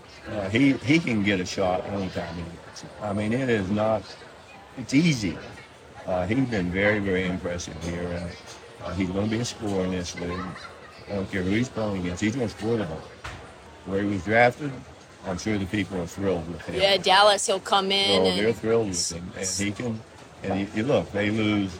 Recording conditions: background noise